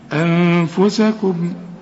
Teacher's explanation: والميم ميم إظهار اوعى تغنها